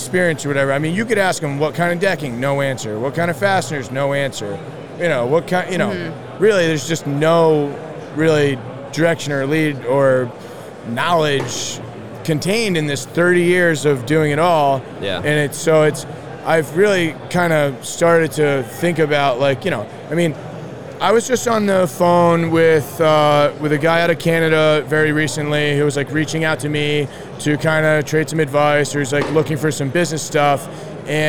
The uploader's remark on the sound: up at the JLC Live show!